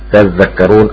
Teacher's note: الخلاف الثاني آية ثلاثة تذكرون، أصلها تتذكرون، ثلاثة كمال أمثال، حص مع حمد وكساء وخلف حذف وحدة التأين، فقرأ تذكرون، وضاف القراء كشعبة تذكرون، أدغم التاء في الذال، والإدغام تخفيفا والحذف أيضا تخفيفا